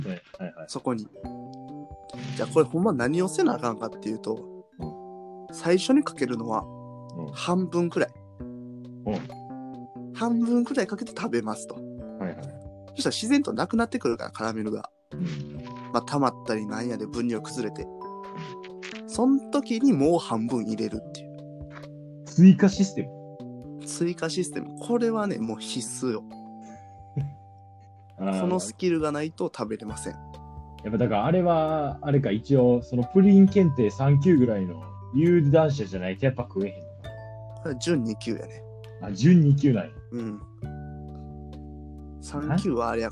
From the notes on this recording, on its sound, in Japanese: リモート収録のため、2人の会話にズレが発生してしまいましたがご了承下さい。